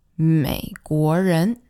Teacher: always remember to really dip down with that 美